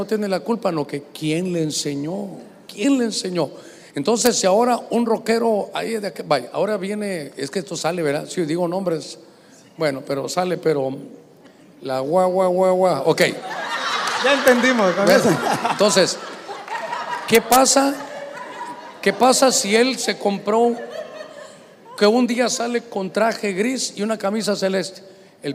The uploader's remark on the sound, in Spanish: Este episodio fue grabado con público en Mass Experience evento por el 20 aniversario de radio Stereo Mass